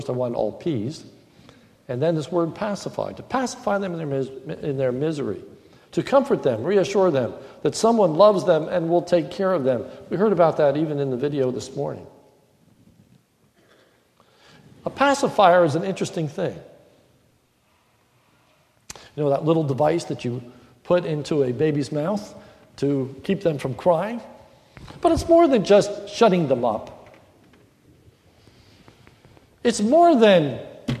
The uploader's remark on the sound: This is a sermon recorded at the Lebanon Bible Fellowship Church in Lebanon, PA on November 1, 2015 during the morning service